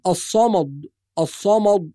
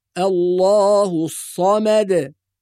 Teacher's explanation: وأيضا نحافظ على ترقيق الميم · Shown in: second take